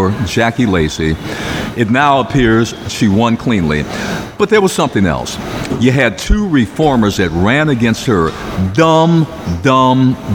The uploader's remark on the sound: Live from the Dunbar Hotel